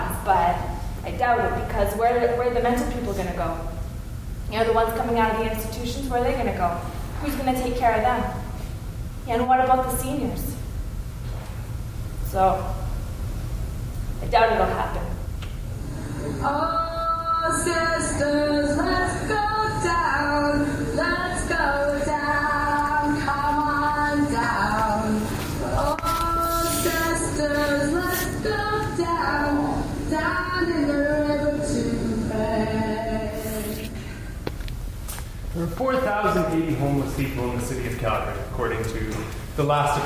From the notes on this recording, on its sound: Stereo Recording of The Invisible Project. I recorded the play last January when it was performed at The Calgary Drop-In Centre, a homeless shelter that can house up to 1250 men and women per night and that serves up to 3500 meals per day.